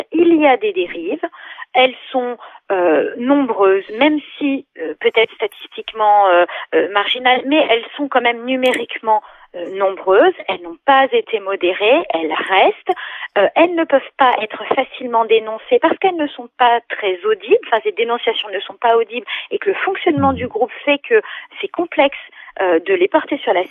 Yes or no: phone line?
yes